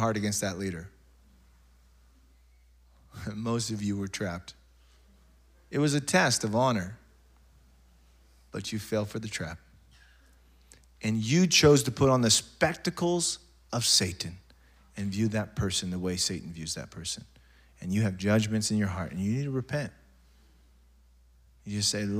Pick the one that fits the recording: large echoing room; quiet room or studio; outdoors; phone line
large echoing room